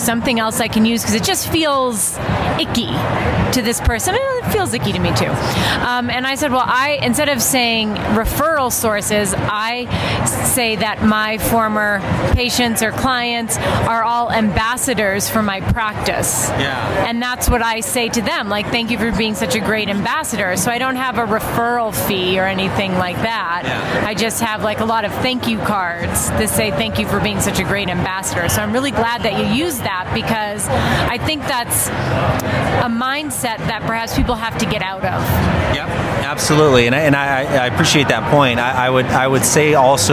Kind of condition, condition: setting, busy venue